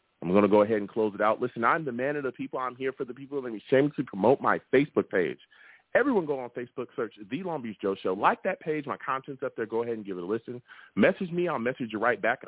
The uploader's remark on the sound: I also take live callers!